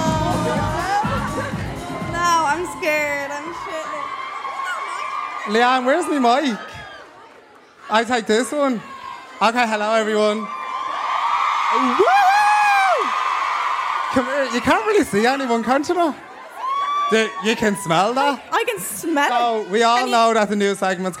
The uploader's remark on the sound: Hold My Drink LIVE at Vicar Street: 4th April 2023